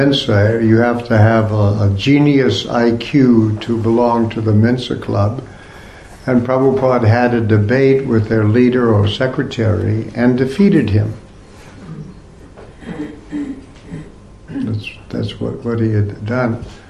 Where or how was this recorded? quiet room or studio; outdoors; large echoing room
large echoing room